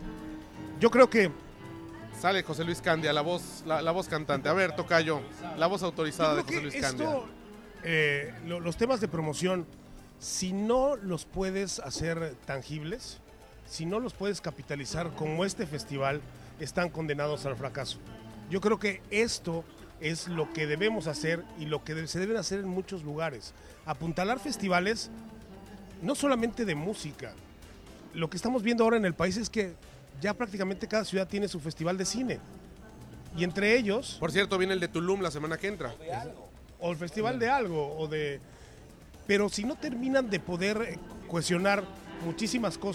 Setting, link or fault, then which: setting, busy venue